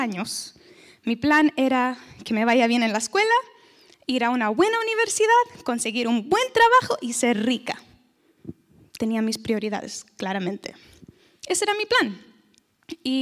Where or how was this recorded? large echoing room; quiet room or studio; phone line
large echoing room